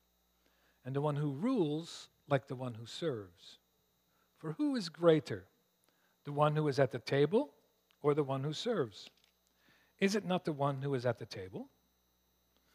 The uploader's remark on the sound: At Blessings Christian Church in Hamilton, Ontario.